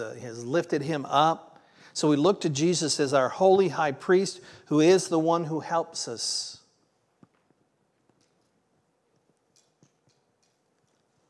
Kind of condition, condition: setting, large echoing room